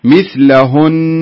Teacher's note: إذا وقفت تشد على النون بدون ما تفتح بدون ما تضع فتحة